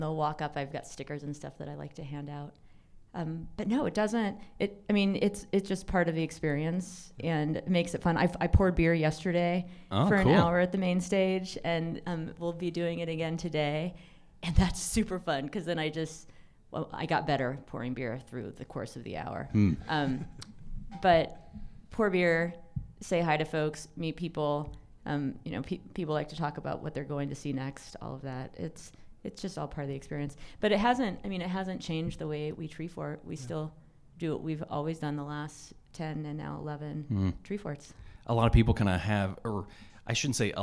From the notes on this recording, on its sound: LIVE from Treefort, yet again!